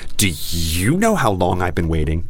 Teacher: There's no rise at the end. There's definitely stress on, you know, like, do you know how long I've been waiting?